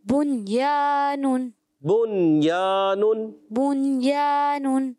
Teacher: اظہار مطلق. اظہار مطلق یعنی مطلقاً اظہار کر کے پڑھیں گے، غنہ نہیں کریں گے